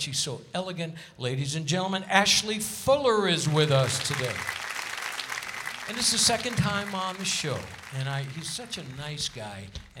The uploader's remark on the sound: Live at the SouthPoint Casino